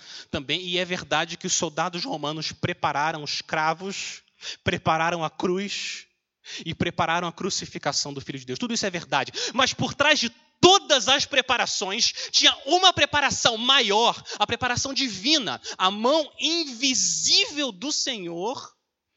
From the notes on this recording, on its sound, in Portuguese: Mensagem gravada na Igreja Batista Jardim Minesota em 26/12/2021.